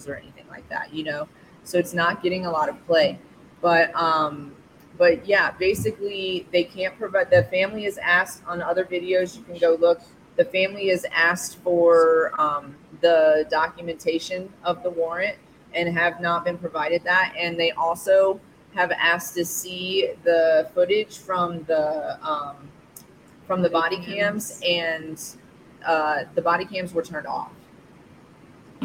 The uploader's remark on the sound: Live from Shisha Leafa